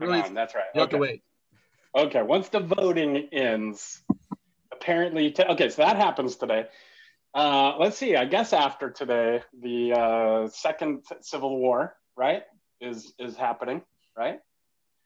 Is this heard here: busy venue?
no